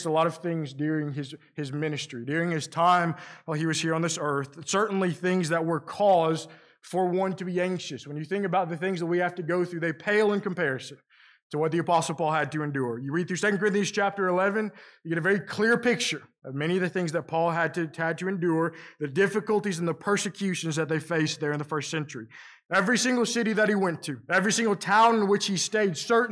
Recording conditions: large echoing room